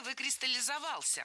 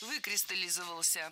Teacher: Ударение падает на первый слог, на приставку «вы». · Shown in: second take · Кстати, приставка «вы» – сильная морфема.